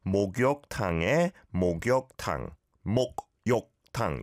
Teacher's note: It all sounds, I'm sure, in your throat a bit awkward, so it's got to blend a little bit. The 기억받침s don't have to be as harsh, the bottom consonants.